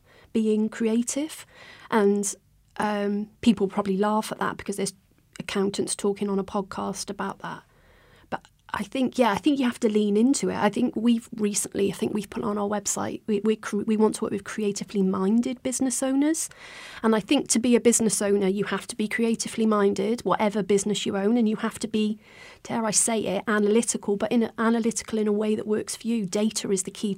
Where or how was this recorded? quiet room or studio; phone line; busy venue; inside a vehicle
quiet room or studio